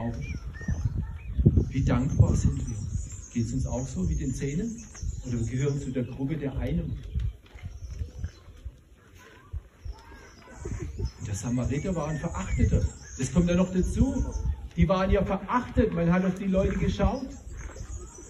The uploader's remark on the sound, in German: Diese Predigt wurde im Rahmem des "Gottesdienst im Grünen", also eines Gottesdienstes an der frischen Luft, aufgenommen, weshalb leider einige Hintergrundgeräusche auf der Audiodatei zu hören sind.